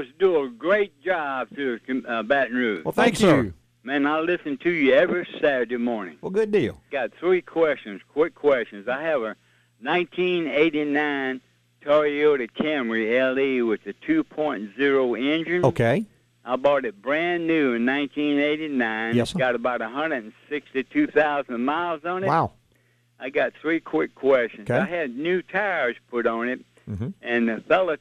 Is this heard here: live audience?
no